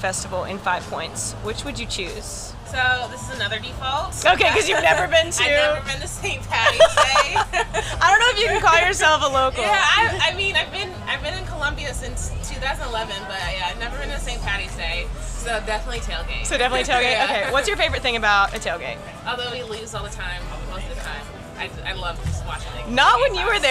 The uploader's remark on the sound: LIVE from First Thursday on Main. Take a listen to what your neighbors have to say about their favorite things in the 803!